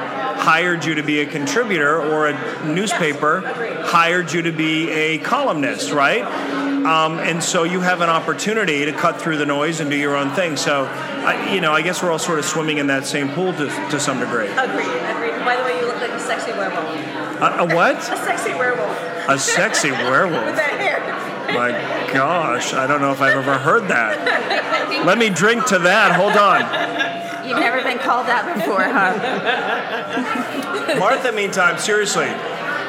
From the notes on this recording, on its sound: due to this episode being a live recording, the audio quality is not the same as our in studio recordings